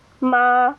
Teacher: Mm-hmm. So ma, with the first tone on that high level, ma, that would be mother.